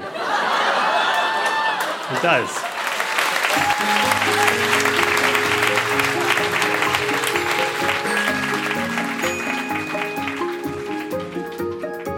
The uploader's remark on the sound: Recorded live at The Spice Factory in Hamilton.